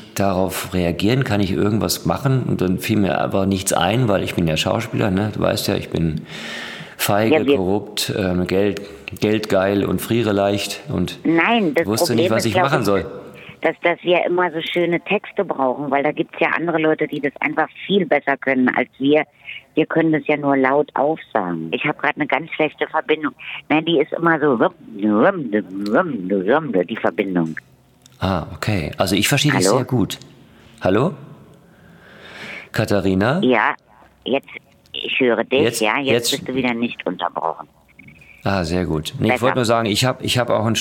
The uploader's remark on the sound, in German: ganz remote am Telefon